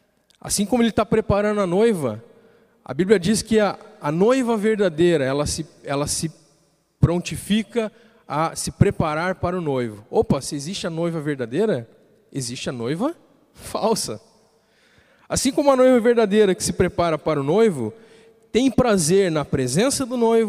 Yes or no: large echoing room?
yes